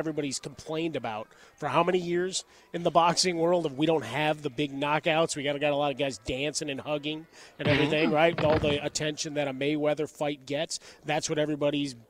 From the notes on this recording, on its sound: The guys broadcast live from the Westin Bonaventure in Los Angeles.